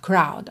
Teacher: em crowd, o R vem antes da vogal, então vai enrolar